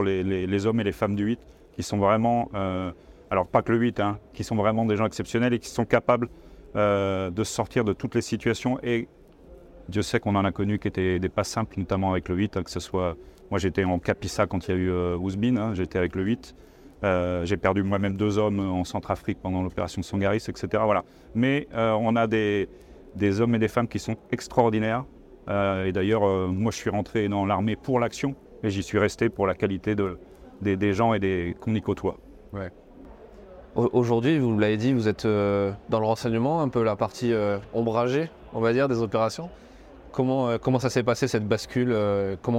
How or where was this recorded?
busy venue